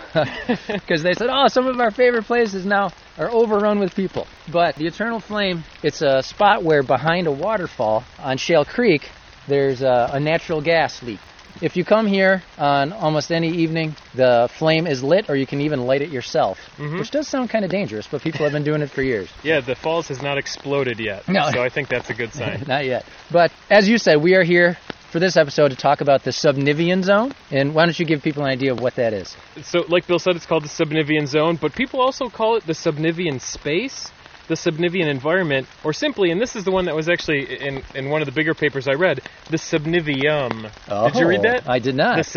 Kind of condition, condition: setting, outdoors